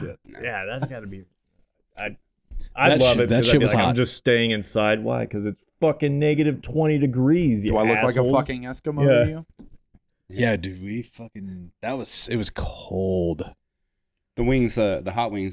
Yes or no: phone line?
no